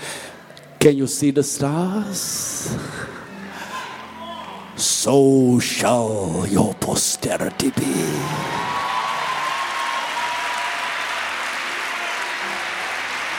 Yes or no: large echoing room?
yes